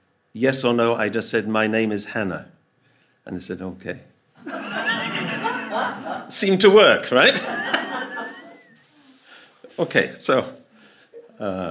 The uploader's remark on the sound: Audio from a sermon in Hatch End